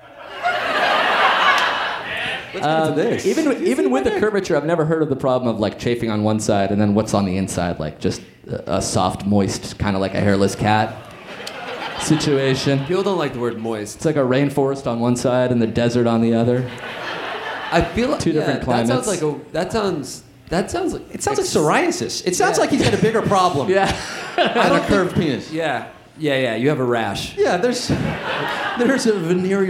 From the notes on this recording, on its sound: Live in NYC.